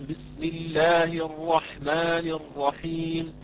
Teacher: لفظ الجلالة بسم الله هذه ليس بعدها همس ولا سكون، إذا هي مد طبيعي مباشرة حركتان